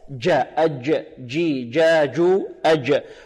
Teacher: وإخراجها من وسط اللسان، ليس من طرف اللسان · Term: الجيم